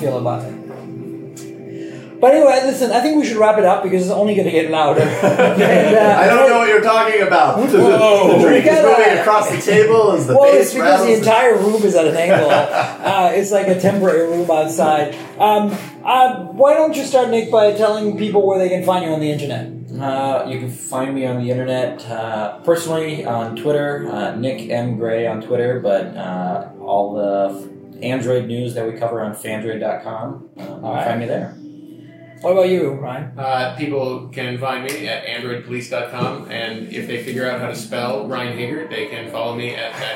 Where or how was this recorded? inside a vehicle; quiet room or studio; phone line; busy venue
busy venue